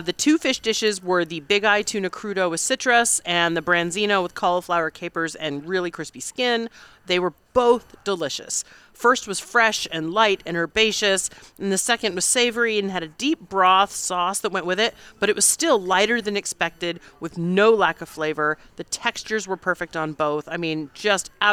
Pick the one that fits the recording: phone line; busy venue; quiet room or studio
busy venue